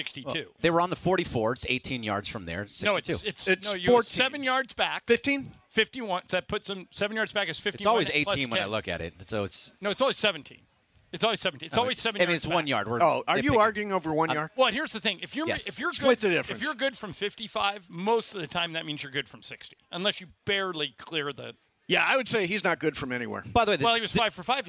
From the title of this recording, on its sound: LIVE From Ralphs in Redondo Beach!